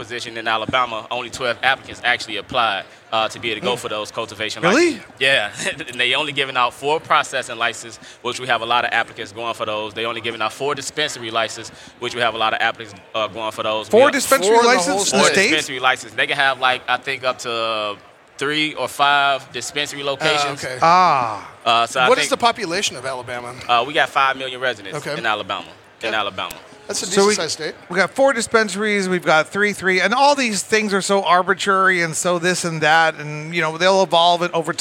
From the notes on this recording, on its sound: Recorded at MJBizCon 2023